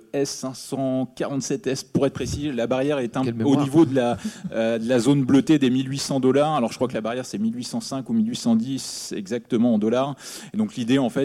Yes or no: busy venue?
yes